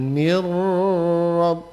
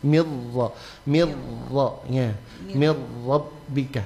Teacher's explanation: Karena dia tidak apa langsung ke huruf ra ya, nun sukun langsung masuk ke huruf ra dan dia tidak berdengung ya · Shown in: second take · Term: idgham bila gunna